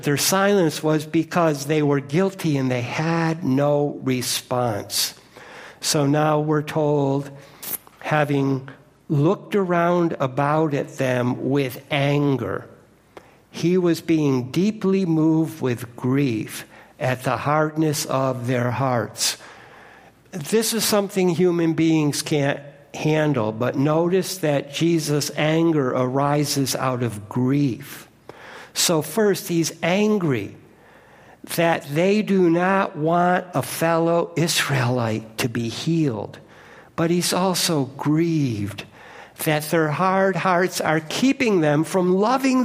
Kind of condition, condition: setting, large echoing room